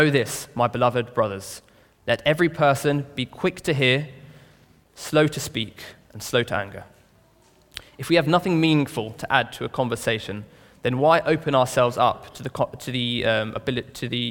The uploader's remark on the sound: This sermon was recorded on Sunday 20th August 2023 at our Great Denham venue.